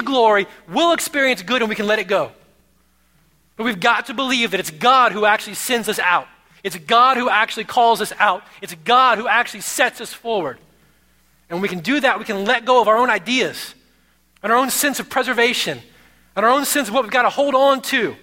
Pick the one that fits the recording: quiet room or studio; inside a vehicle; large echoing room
large echoing room